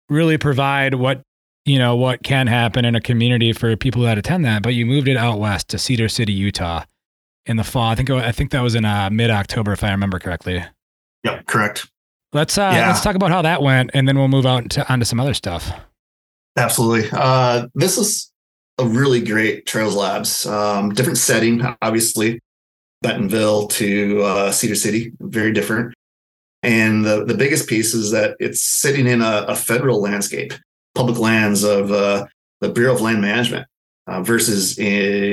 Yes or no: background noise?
no